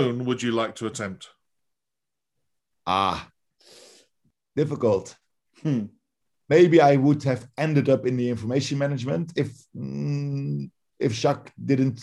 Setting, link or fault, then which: link, video call